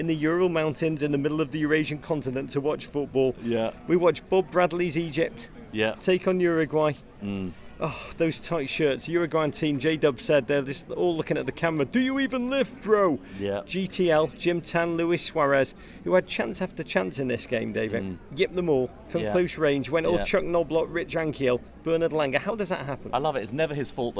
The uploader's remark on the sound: Live in the Minneapolis Airport. Emergency live pod from Minneapolis Airport.